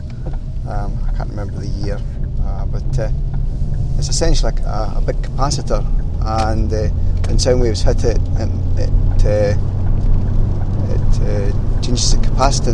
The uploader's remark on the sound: Another Rambling Drive Into Work